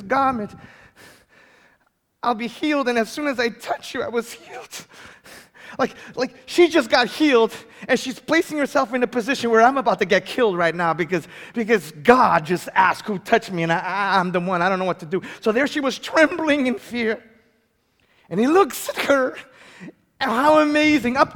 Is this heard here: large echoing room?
yes